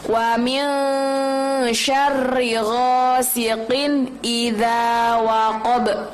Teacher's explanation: Ada ba di akhir, itu juga bacaan qalqalah, jadi harus dipantulkan.